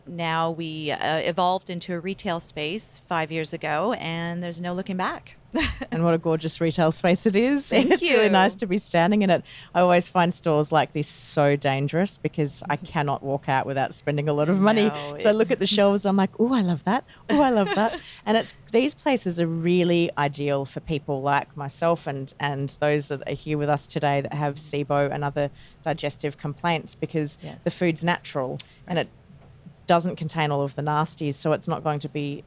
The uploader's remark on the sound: For a live podcast recording in her store in Vancouver BC.